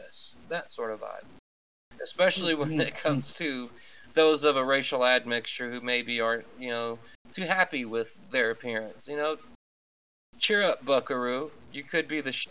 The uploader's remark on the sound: we apologize if the quality isn't typical, we're trying a new recording set up